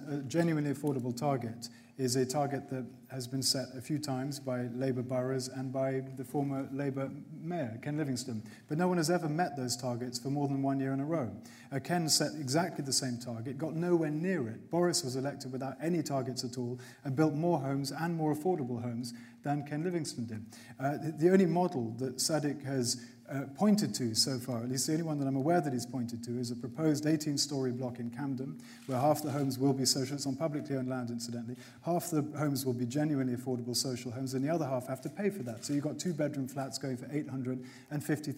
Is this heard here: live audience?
yes